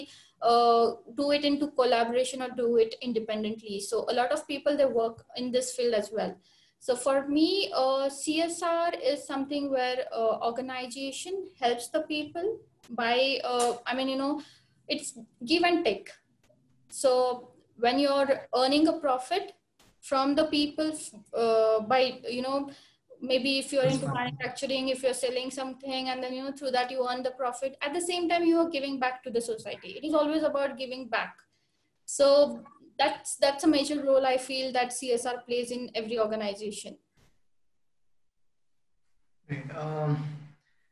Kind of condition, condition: link, video call